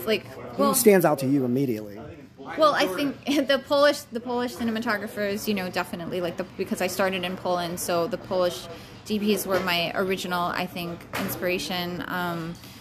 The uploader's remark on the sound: Live from ASCF clubhouse (also known as The Cigar Warehouse)